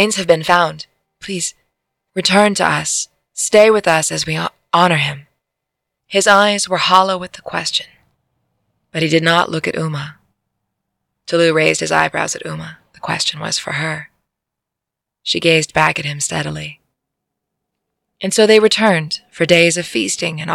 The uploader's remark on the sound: I recorded this one in our skoolie, so the audio sounds a bit different... We're on the road again!